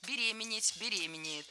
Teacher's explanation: Ударение в этом слове ставим всегда на второй слог